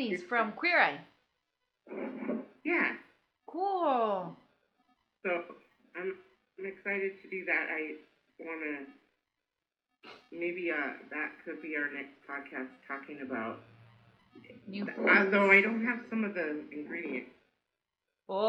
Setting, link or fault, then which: fault, poor sound quality